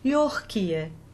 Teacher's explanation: here the G, which looks like a gamma, functions phonetically just like the achlaut, so a phonetic X